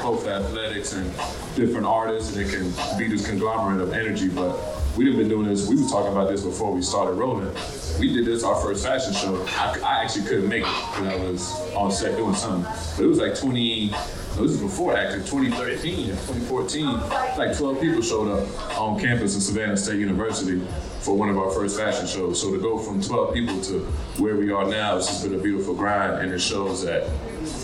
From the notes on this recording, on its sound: Live at the Aloft by the Galleria. We share our live Pod experience!